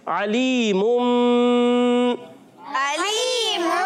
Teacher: یعنی عین حلق کے درمیان والے حصے سے ادا کریں گے اور حمزہ حلق کے نیچے والے حصے سے ادا کریں گے.